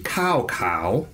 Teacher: I've got a high falling tone followed by a low rising tone.